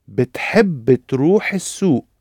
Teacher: inserted a little helping vowel in between the three ب، ب، ت، between the three consonant sounds